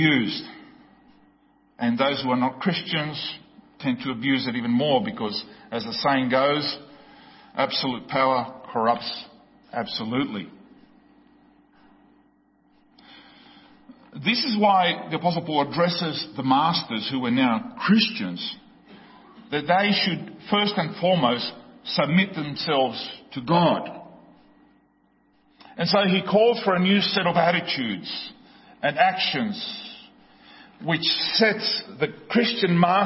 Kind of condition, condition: setting, large echoing room